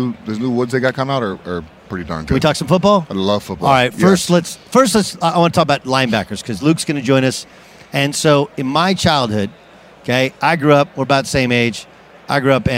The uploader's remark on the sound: live on Radio Row at Mandalay Bay in Las Vegas ahead of the Super Bowl